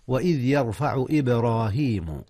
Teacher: هنا قلقلة يا أستاذنا، قلقلة الباء وهي ساكنة، إذ هي من أحرف القلقلة